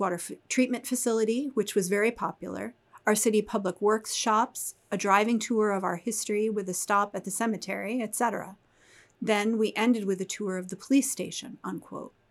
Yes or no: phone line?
no